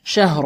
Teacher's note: مرققة، والهاء مرققة، والراء مفخمة، لأنها لما وقفنا عليها سكناها، وقبلها مفتوح